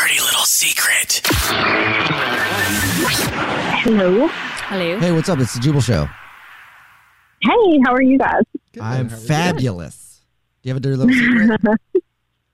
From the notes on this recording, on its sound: The woman on the phone